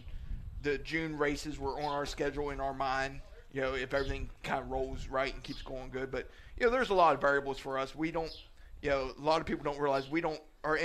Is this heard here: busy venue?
yes